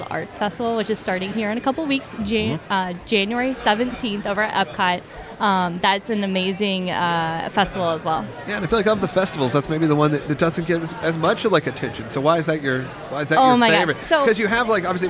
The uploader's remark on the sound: LIVE from the Magic Kingdom. We take you live to the Magic Kingdom for our final week of our promotion with Walt Disney World.